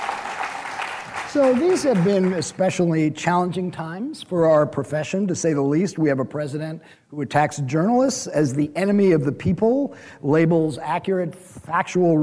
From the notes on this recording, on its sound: Recently went down to Austin, Texas for the Online News Association’s annual conference and recorded a special edition of Skullduggery in front of a live audience.